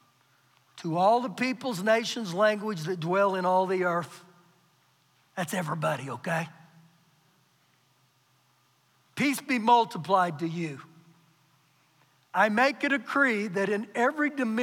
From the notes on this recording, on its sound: Recorded live during our Sunday morning service